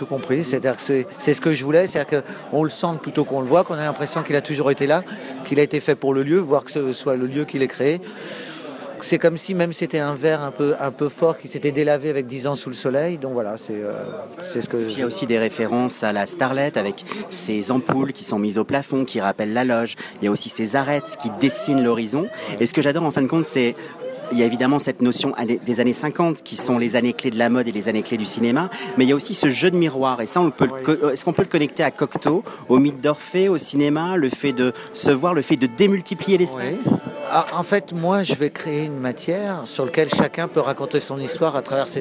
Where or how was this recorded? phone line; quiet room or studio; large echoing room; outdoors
outdoors